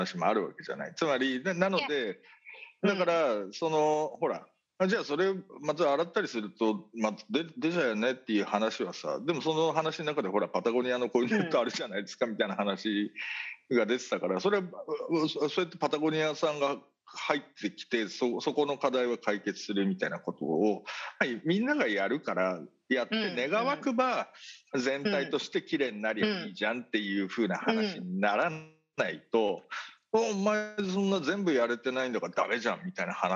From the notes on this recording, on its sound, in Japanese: 本収録はビデオ会議サービス「Zoom」を使用し。一部聞き取りづらい箇所があります。